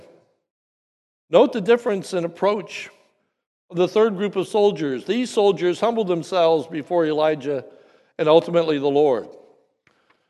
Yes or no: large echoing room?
yes